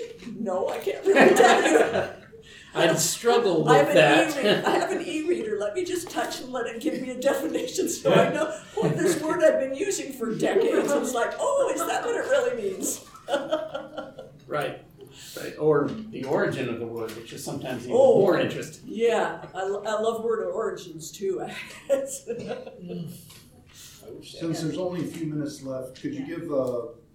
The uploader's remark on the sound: Recorded 11/10/2023 Live at TusCon 50.